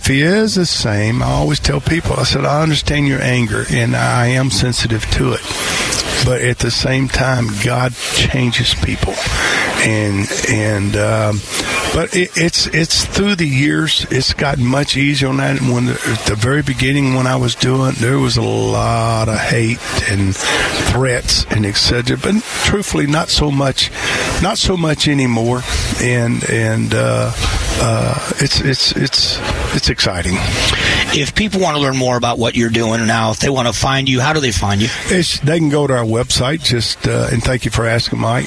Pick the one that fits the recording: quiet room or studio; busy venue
busy venue